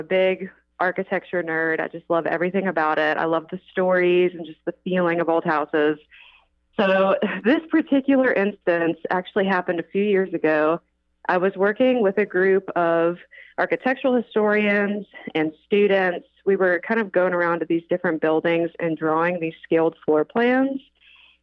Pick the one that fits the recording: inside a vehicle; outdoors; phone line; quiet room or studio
phone line